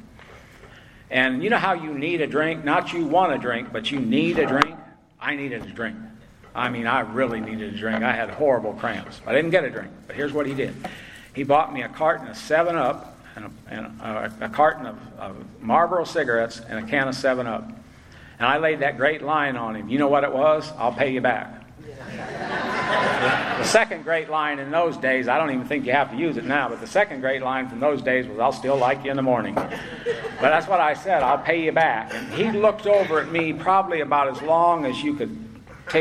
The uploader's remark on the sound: At Spring Into Action 2021. At the Spring Into Action Conference in Sanford NC.